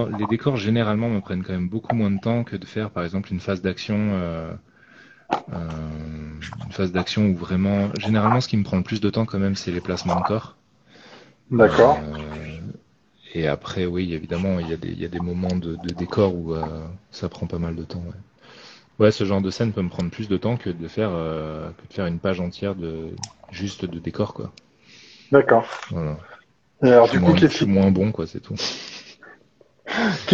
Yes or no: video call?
yes